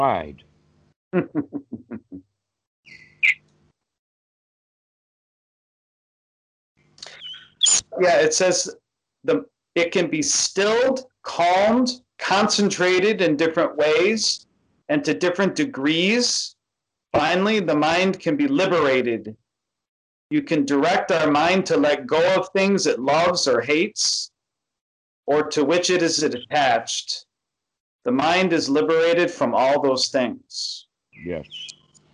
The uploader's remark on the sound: skype calls on this channel